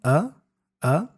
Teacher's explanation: the uh gets reduced to a schwa sound